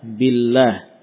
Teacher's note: Kalau sebelum lafaz Allah itu kasrah, maka huruf lam tetap tipis.